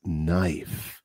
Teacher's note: la palabra knife empieza con la letra K, pero no se pronuncia. Es silencioso.